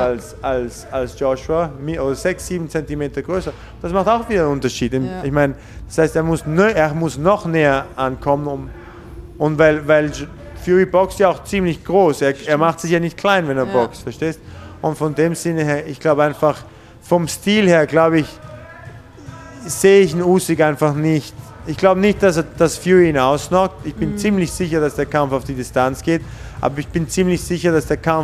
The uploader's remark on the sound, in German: Das Interview wurde im Gotham Gym in New York City aufgenommen.